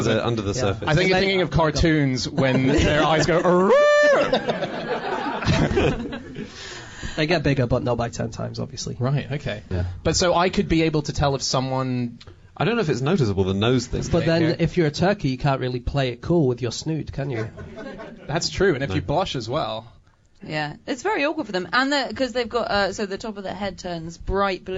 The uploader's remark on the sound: Recorded live at Tufnell Park.